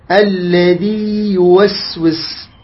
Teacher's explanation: الياء الأول ياء مادية مخرجها من الجوف، والياء الثانية يوسوس ياء المتحركة مخرجها من شجر اللسان · Term: لا يدغم